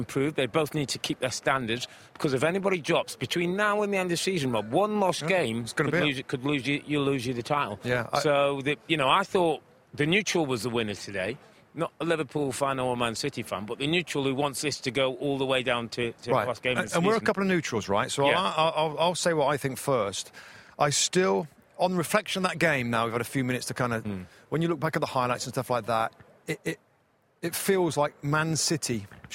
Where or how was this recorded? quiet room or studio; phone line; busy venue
busy venue